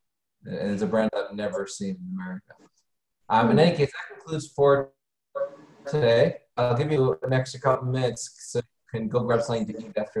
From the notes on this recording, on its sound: Halacha Zoom Class 5/3.